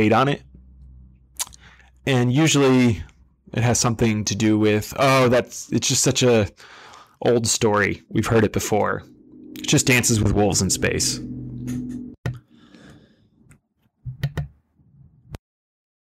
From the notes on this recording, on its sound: Apologies for the clipped audio. I tried a new setup.